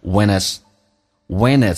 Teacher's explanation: 所以 he 被击穿，h 音不发，用前面的 and 跟这个后面的元音形成个连音，变成 when is 跟 when his 两种发音。When is very tired from the